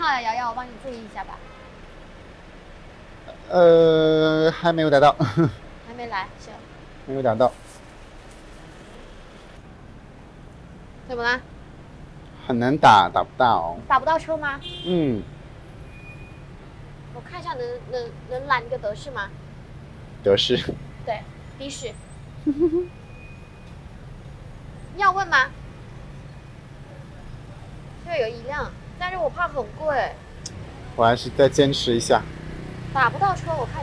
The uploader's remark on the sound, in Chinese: 大马免签之旅吉隆坡citywalk。边走边聊 有点吵。